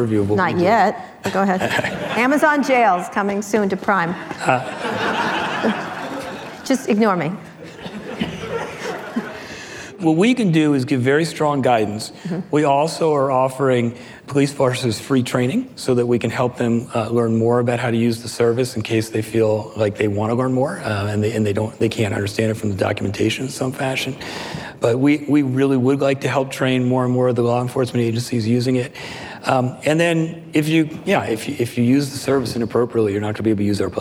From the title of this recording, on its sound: Live at Code 2019